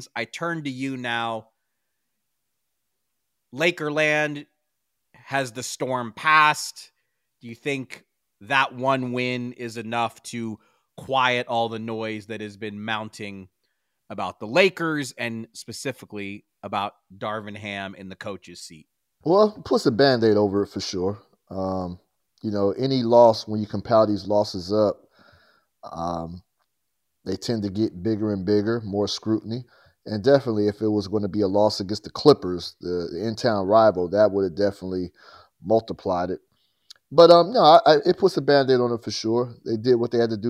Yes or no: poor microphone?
no